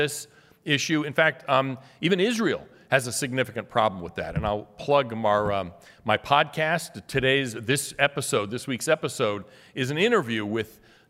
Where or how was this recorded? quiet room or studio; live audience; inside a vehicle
live audience